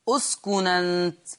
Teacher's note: في الآية 35 أسكن أنت وزوجك الجنة، هي أسكن أنت، النون ساكنة وما بعدها همز مفتوح، تحذف الهمزة وناخد حركة الهمزة اللي هي الفتح ونحطها فين؟ نحطها على النون · Term: بالنقل